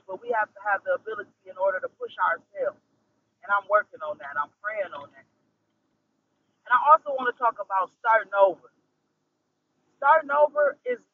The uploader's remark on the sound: Excuse the mic this morning.